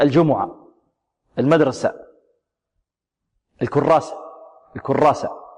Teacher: ونحن في عاميتنا معدومة الهاء في آخر الكلمة